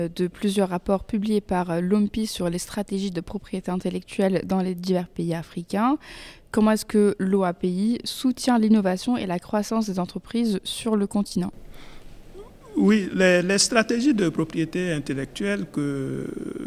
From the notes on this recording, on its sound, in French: Cet épisode a été enregistré en marge de la réunion annuelle de l’INTA à Singapour en mai 2023.